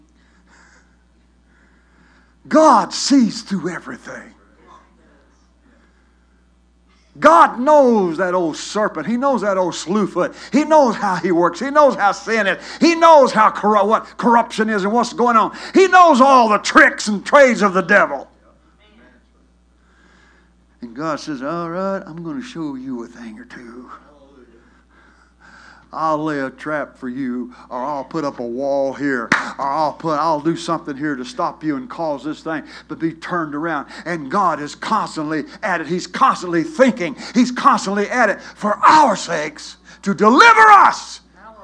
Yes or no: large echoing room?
yes